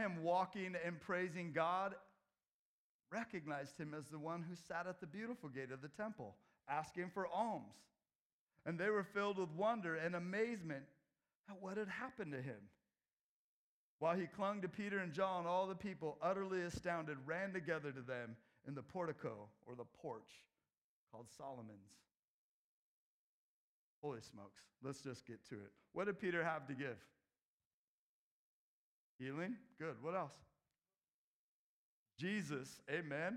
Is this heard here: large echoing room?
yes